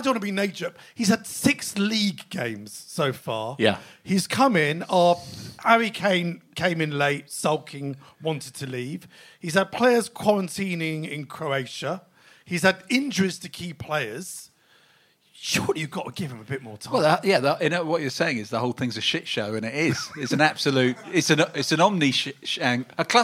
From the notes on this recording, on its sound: A very special live show at the Albany in Great Portland Street.